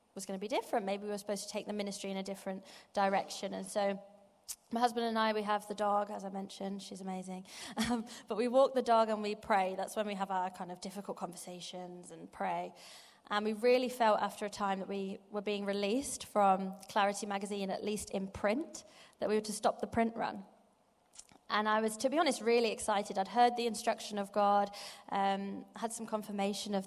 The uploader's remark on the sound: Live from Project 23. Over the next few weeks we are going to bringing you live sessions from the most recent Project 23 conference.